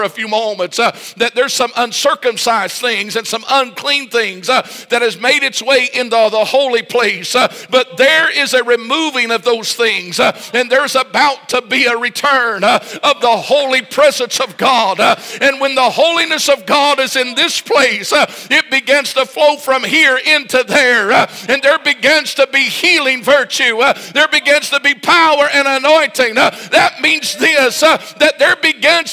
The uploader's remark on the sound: This message was recorded LIVE Sunday Evening April 16, 2023.